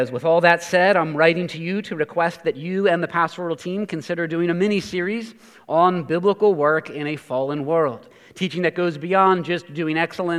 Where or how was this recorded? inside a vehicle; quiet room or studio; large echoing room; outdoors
large echoing room